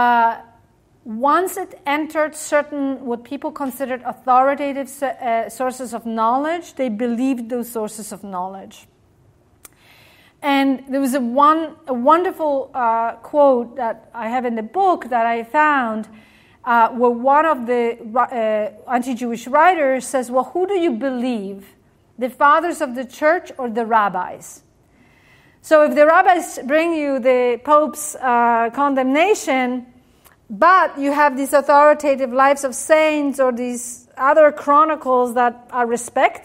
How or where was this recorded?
live audience